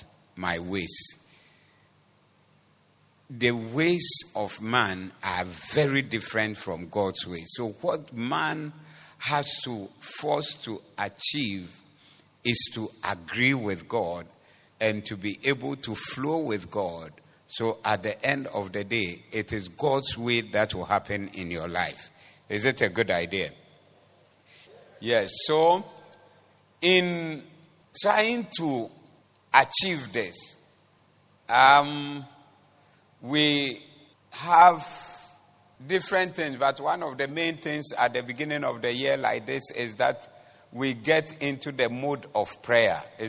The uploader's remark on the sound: Preached at the Doxa Service 20012024